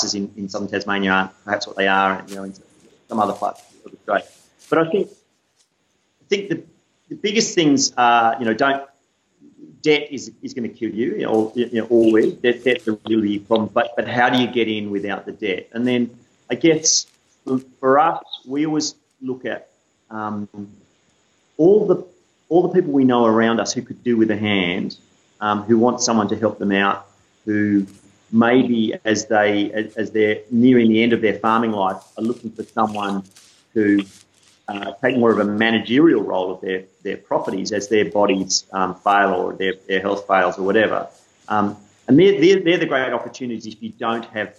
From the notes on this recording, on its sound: Skype interview.